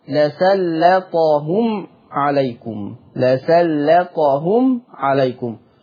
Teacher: تخليص أيضا اللام من الطاء، أرقق اللام، لأن العبرة بالتغليظ إن الحرف يجي بعد الطاء مش قبل الطاء.